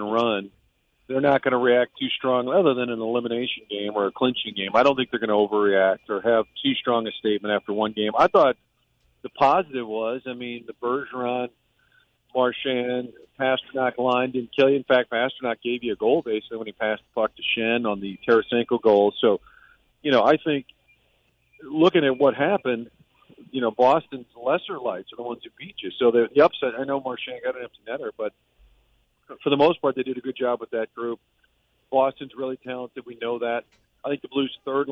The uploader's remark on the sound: phones in from Boston, MA